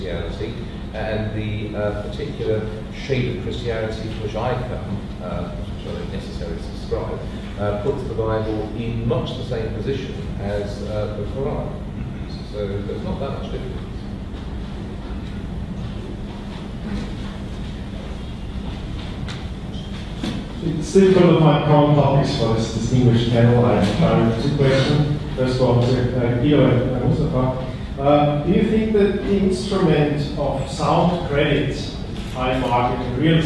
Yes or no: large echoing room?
yes